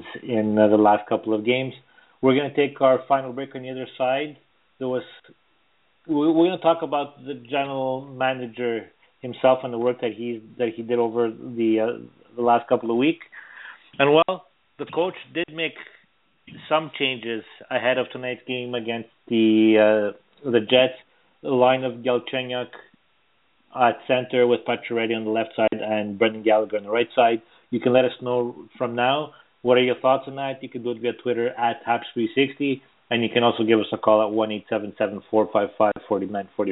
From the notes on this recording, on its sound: as we take your phone calls